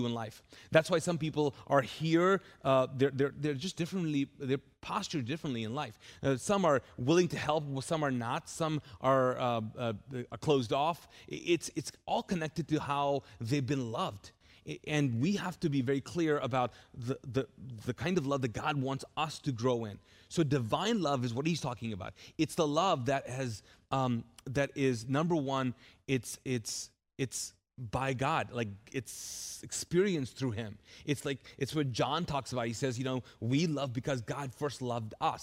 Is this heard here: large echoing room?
yes